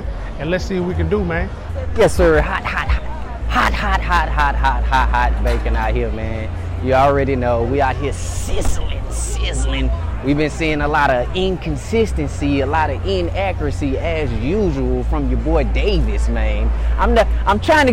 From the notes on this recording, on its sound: coming to you live from the heart of the action at the Houston Texans training camp